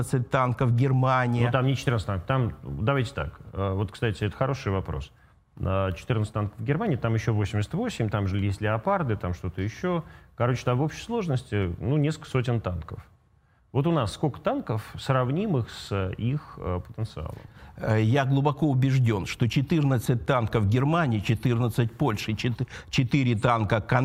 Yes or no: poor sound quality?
no